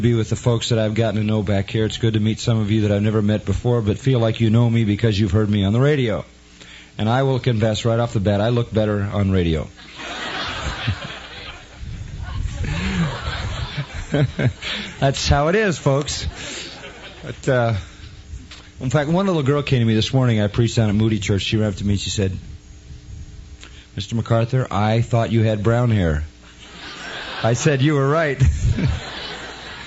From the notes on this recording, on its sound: during an old-fashioned tent meeting at Grace Church of DuPage in Warrenville, Illinois